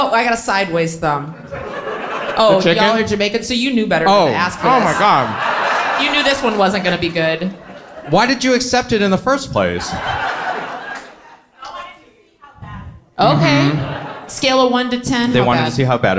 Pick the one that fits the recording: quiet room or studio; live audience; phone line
live audience